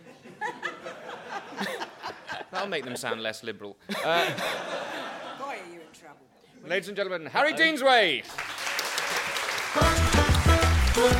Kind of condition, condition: setting, live audience